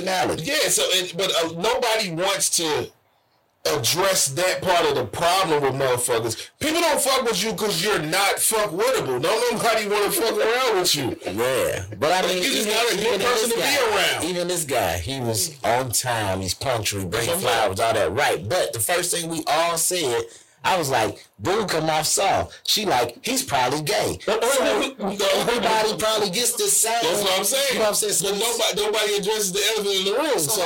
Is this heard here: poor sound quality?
yes